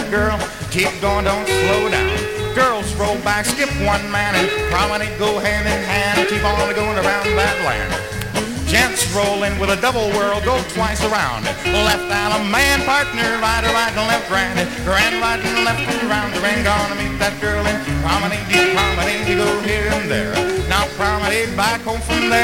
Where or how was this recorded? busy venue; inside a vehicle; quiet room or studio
busy venue